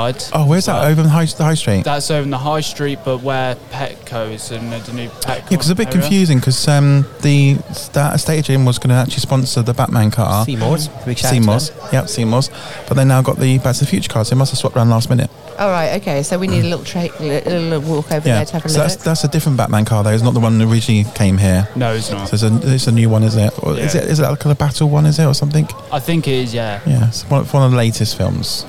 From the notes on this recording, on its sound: Collectively Camberley Car Show 2021. Were out and about on this special day in Camberley with the microphones and cameras, catching the atmosphere of the day, with the sights and smells that make up this annual event in the town.